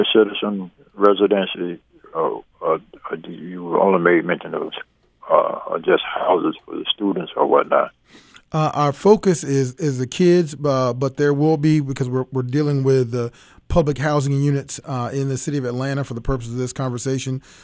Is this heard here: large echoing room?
no